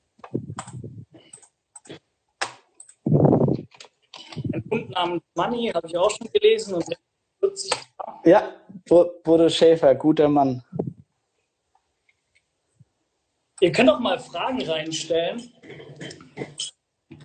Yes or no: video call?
yes